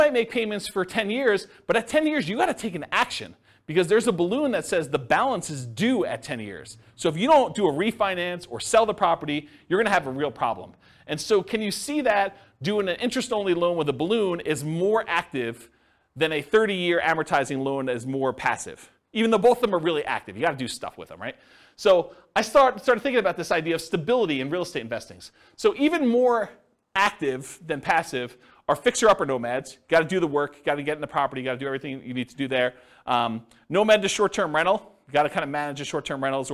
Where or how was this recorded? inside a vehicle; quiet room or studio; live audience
live audience